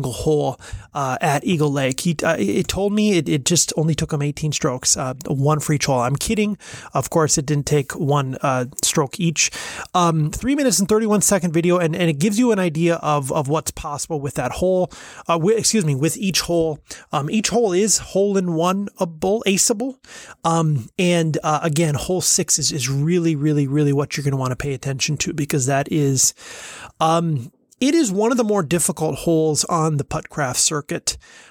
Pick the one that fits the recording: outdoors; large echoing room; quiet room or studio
quiet room or studio